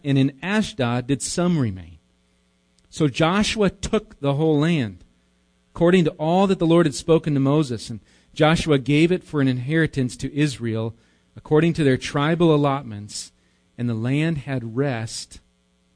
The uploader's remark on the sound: Recorded live at Bethany Bible Church